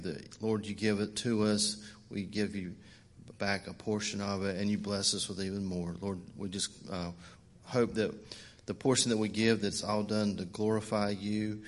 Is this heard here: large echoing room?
yes